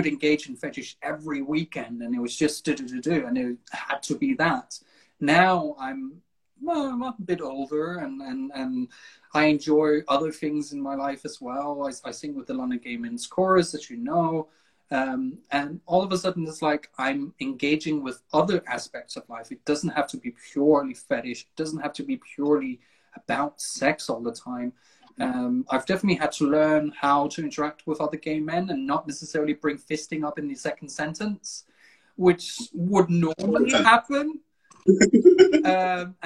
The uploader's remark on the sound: Recorded on 18 July 2020 on Instagram Live